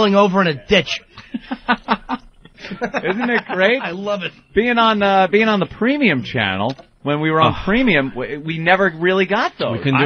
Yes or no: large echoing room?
no